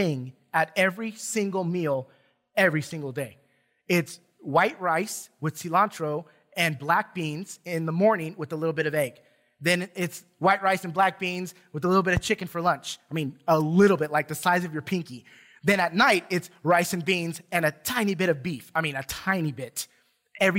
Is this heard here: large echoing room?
yes